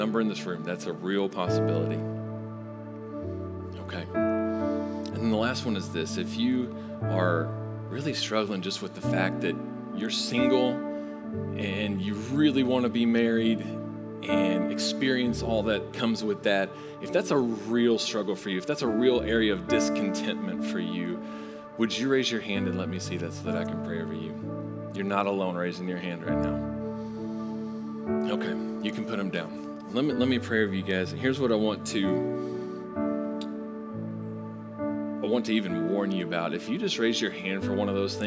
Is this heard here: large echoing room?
yes